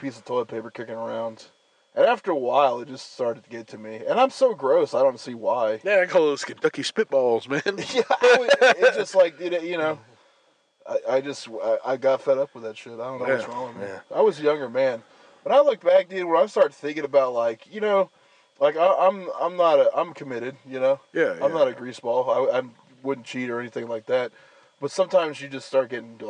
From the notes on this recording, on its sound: unforeseen circumstances lead to us recording in my truck, so the sound isn't as crisp as usual